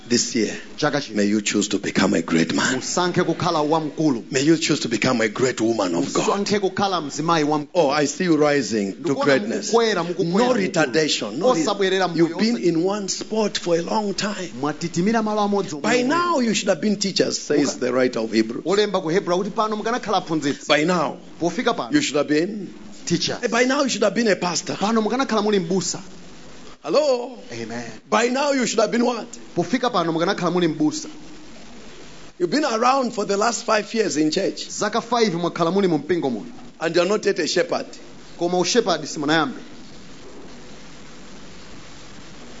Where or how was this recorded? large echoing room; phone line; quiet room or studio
large echoing room